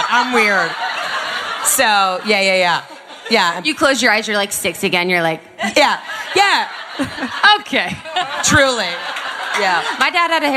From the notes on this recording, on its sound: Live Show. Bringing it to you LIVE from our event in New York at Chelsea Music Hall.